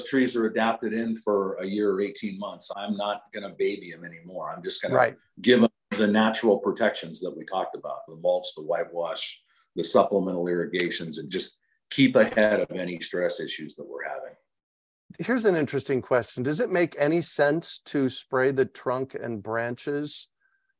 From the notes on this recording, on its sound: As we chat with our zoom audience. Live Zoom webinars.